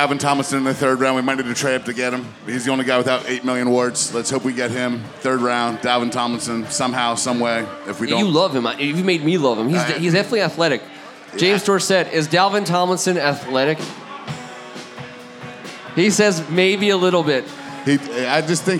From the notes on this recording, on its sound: record The Audible live at Caddies on Cordell on the night of the NFL Draft.